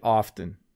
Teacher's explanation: So when I speak slowly and clearly, I say often. So often when I want to make a point, I will pronounce the T in the word often.